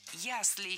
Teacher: Правильный вариант – «ясли» с ударением на первом слоге и окончанием «ей».